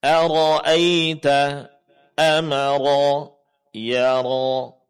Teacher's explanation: Tiga huruf ra di sini semuanya ditebalkan karena dia berbaris fathah